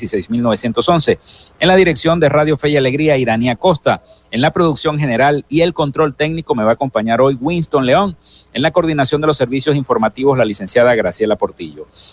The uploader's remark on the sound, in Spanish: En vivo y directo desde el hotel Tubisay del lago en el marco de la ExpoZulia 2022.